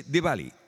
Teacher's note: the W sound is kind of a mixture of a V and a W. Diwali. It's a V.